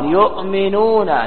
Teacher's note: يؤمنون همزة ساكنة أبدلت إلى واو · Term: الإبدال